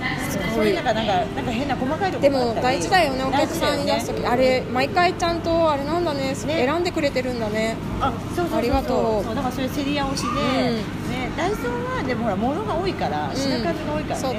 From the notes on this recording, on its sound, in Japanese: 外出先(流山のイトーヨーカドーのフードコート)で藤屋さんのお団子を食べながら収録しました